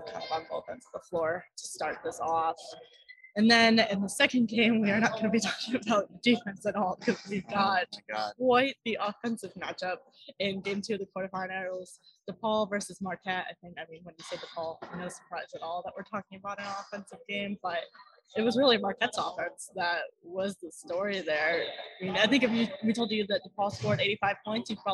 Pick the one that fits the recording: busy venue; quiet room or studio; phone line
busy venue